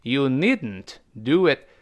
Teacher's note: 当然老师这 needn't 用了个鼻腔爆破啊